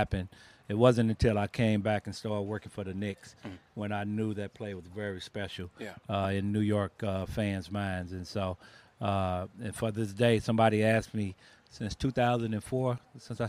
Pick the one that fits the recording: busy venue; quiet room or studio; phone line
busy venue